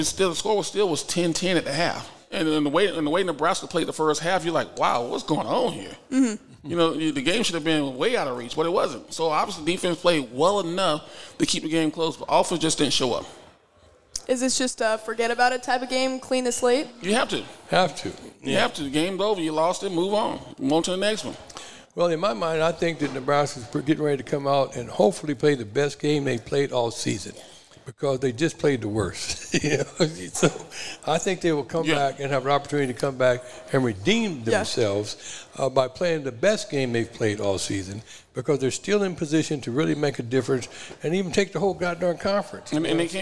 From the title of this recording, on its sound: The Run Live at Hurrdat Sports Bar & Grill